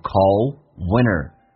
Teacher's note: winter 这个单词你可以说成 winter，你也可以 nt 组合把 t 去掉